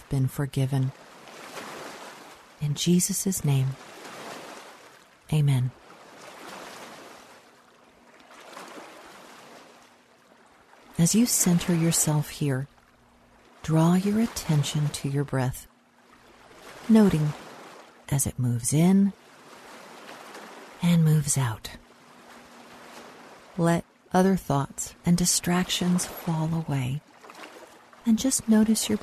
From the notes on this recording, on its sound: Relax to the sounds of nature's lake waves.